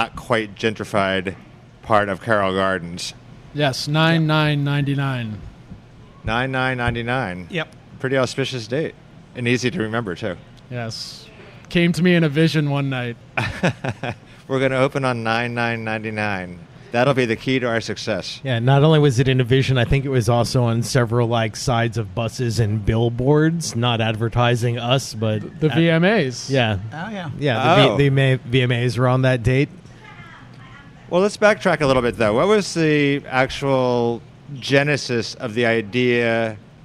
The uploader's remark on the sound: THE HALCYON ARCHIVES 20th Anniversary Panel. Recorded at the new Halcyon location at 53 Broadway in Williamsburg.